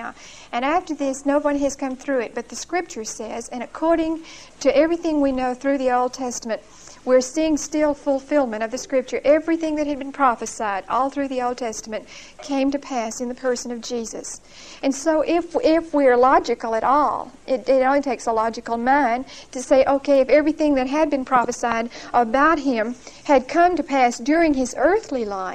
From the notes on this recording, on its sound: Recorded 9/30/1975 at Whitesburg Baptist Church.